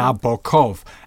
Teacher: a heavy open O, as in Knickerbocker. My New England ear is not offended by the long, elegant middle O of Nabokov, as delivered in American academies.